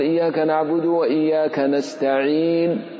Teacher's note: تسكن الحرف الذي كان مرفوعا ثم تضم الشفتين إشارة إلى الضم، إشارة بفمك فقط ولا صوت له · Term: الإشمام